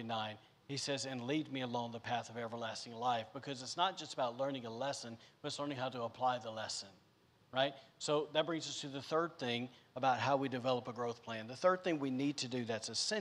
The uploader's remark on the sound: recorded on Sunday, December 12th, 2021, during service at The Anchor Church in Rockport, Maine.